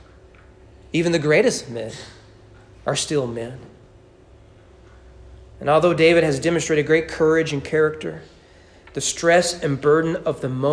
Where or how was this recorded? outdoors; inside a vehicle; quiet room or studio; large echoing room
large echoing room